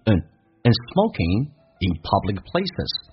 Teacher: and 不被强调，直接说成个鼻音